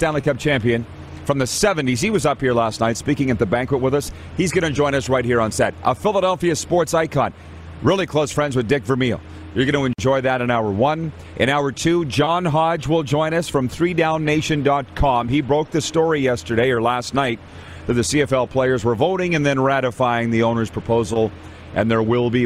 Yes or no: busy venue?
yes